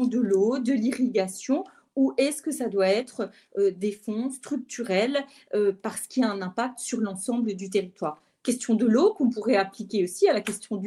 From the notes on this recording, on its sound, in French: Réécoutez cette conférence virtuelle organisée par Euractiv.